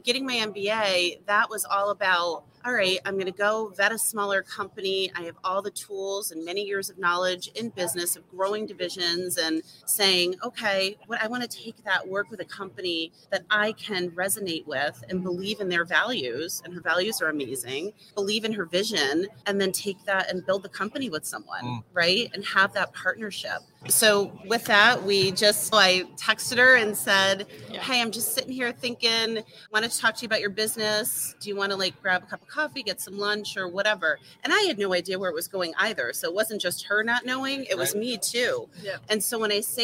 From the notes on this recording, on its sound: We are so excited to announce that we are LIVE at the Profit Rocket Summit in fabulous Las Vegas, NV!